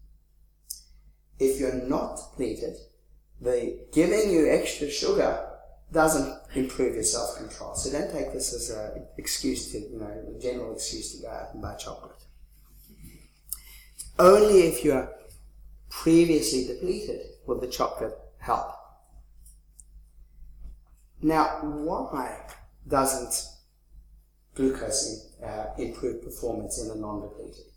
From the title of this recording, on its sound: 2015 Leverhulme Lecture